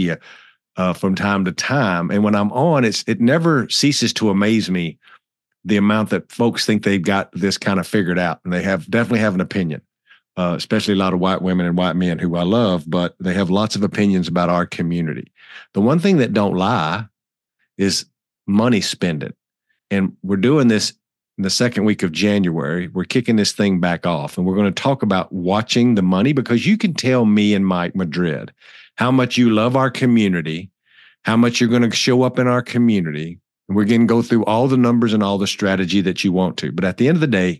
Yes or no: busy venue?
no